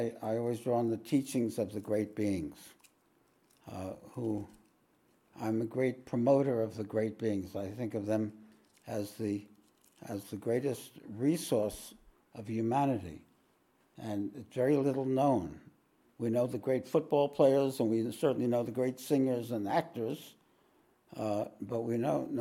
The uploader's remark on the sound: This podcast was recorded live at The Ashram in Mount Eliza on the 25th of March, 2023.